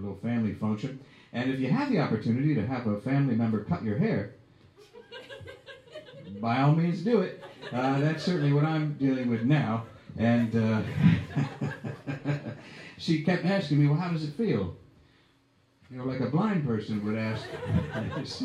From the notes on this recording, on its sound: This live episode features a wide ranging discussion. The good looking audience.